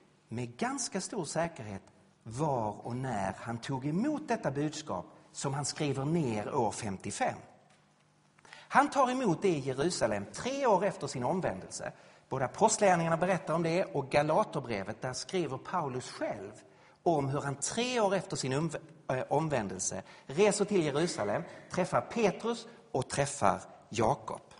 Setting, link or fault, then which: setting, large echoing room